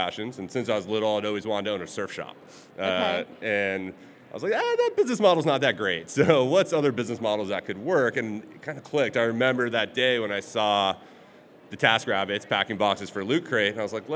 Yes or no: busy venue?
yes